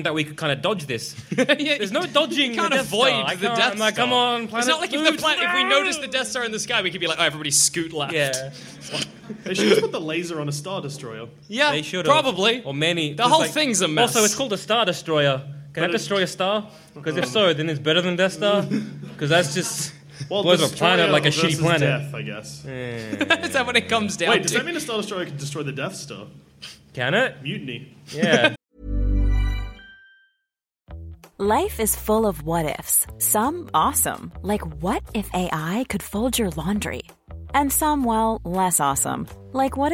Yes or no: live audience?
yes